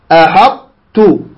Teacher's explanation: يطبقون الطاء ويسلبونها القلقلة للسهولة زين، ويثبتون لها صفة يعني الإطباق التي هي لديها